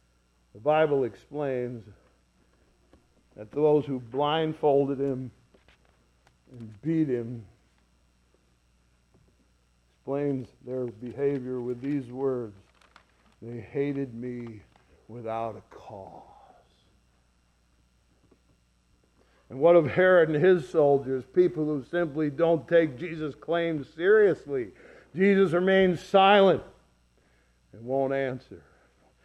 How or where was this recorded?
large echoing room